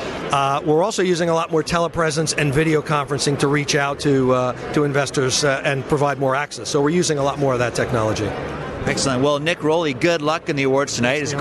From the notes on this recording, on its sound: live from the IR Magazine Awards - US 2016